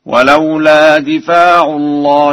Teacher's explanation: قرأ ورش بكسر الدال وفتح الفاء وألف بعدها في لفظ دفع هكذا: ولولا دفاع الله الناس بعضهم ببعض.